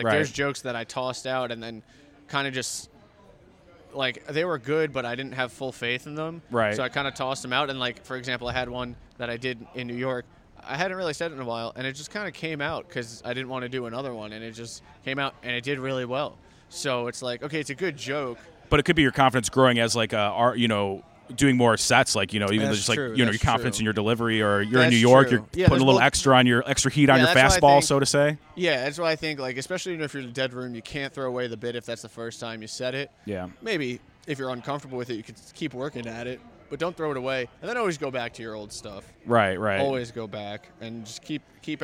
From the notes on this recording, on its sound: Recorded outside the comedy open mic at Fells Point Tavern.